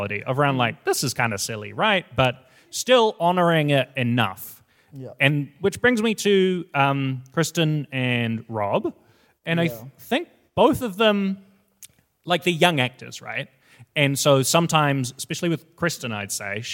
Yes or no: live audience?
yes